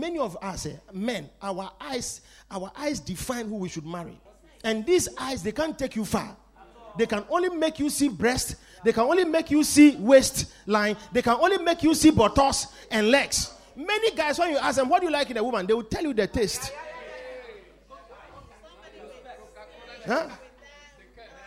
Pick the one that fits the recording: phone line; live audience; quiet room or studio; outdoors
live audience